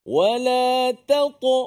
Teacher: Ta tidak ada angin, jadi suara dan nafasnya tertahan. · Term: qalqalah